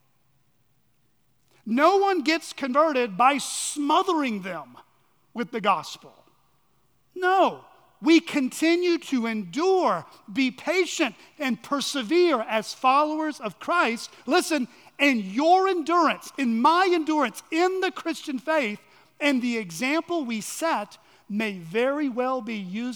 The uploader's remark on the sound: on the morning of October 1, 2023, at Chaffee Crossing Baptist Church in Barling, AR